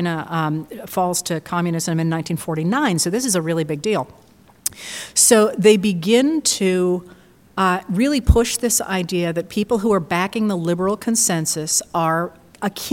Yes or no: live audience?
yes